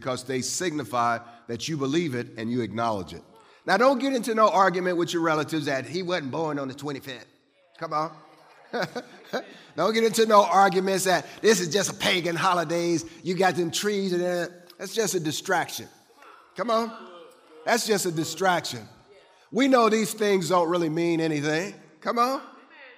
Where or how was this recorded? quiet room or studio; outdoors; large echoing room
large echoing room